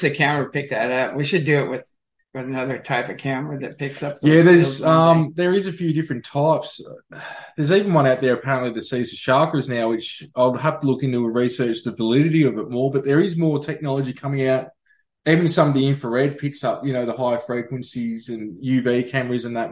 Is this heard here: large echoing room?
no